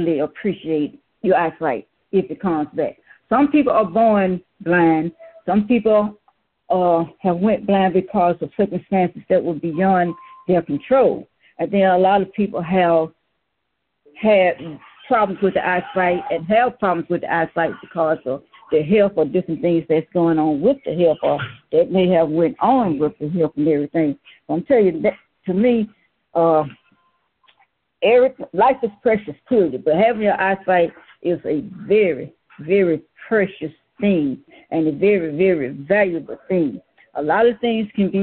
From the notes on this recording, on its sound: Youth Conference Call. Join Our Service Live via Conference Call.